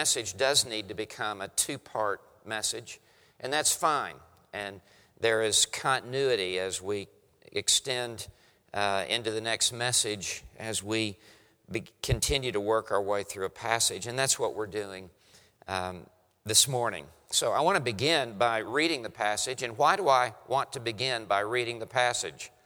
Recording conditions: live audience